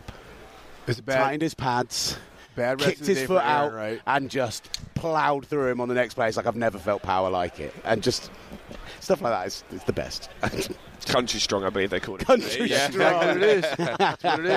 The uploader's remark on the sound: Joined on radio row. Ahead of the Super Bowl this Sunday.